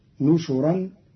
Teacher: قرأ قالون كلمة بشرا بالنون المضمومة والشين المضمومة أيضا فتصير نشرا جمع ناشر.